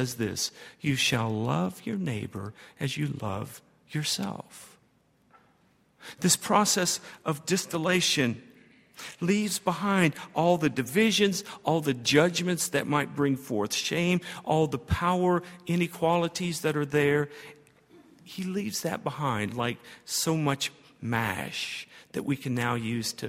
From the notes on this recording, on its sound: at Highland Baptist Church.